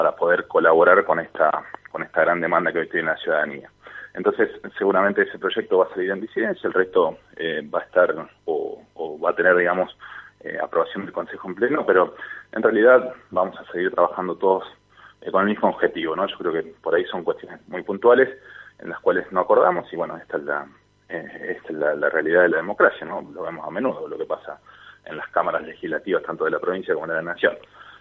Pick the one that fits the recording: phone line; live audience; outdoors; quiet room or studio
phone line